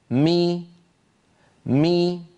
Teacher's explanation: فبتباعد الشفتين خرجت الميم، وبانخفاض الفك السفلي قليلا وارتفاع وسط اللسان قليلا خرجت كسرة الميم